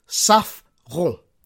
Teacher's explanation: You need to roll the R in the back of your throat.